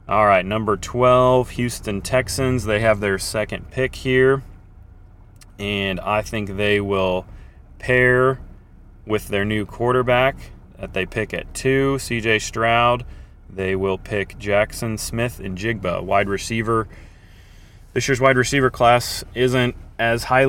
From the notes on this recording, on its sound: Coming to you live from downtown KC on the morning of the draft.